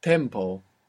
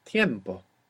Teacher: You see the difference between tempo and tiempo, other than the Spanish pronunciation, is that the E has split into IE.